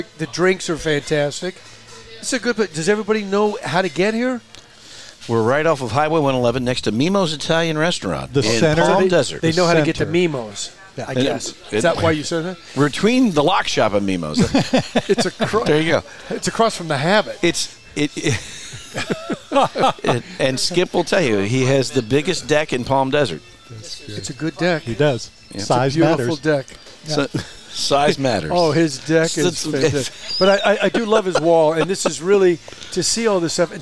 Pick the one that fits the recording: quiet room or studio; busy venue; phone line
busy venue